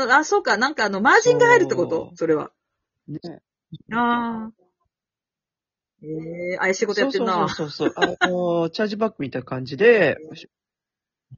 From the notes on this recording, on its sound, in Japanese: リモートで収録のためタイムラグがあって聞きづらくてゴメンね～